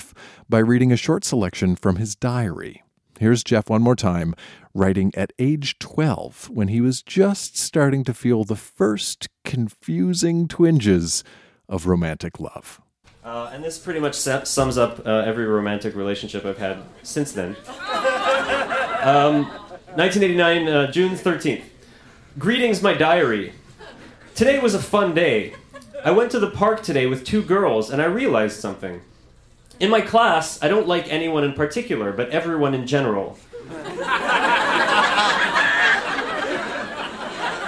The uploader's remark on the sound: Recorded live at La Vitrola in Montreal, QC.